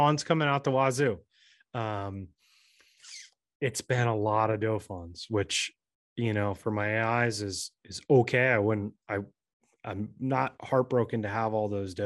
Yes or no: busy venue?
no